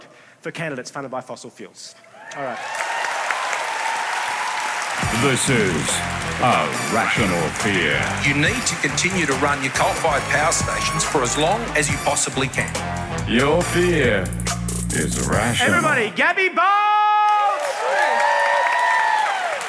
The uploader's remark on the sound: A Rational Fear — LIVE — Melbourne Comedy Festival 2022. Thrilled to bring you the A Rational Fear LIVE show we did last month at the Melbourne International Comedy Festival. This is a podcast recording I'm sorry. She's waving by the sound desk.